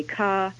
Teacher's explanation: This is the most famous feature of New York City English, that it's non-rhotic. This means that the sound R is pronounced only if it comes before a vowel.